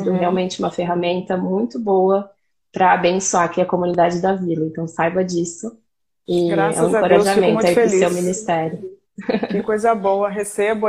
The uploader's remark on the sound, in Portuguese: uma live no seu instagram regada a café